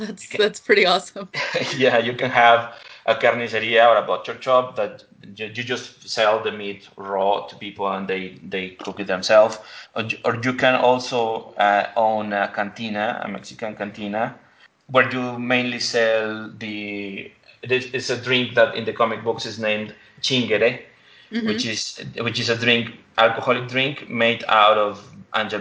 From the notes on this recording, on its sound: In a recent Skype interview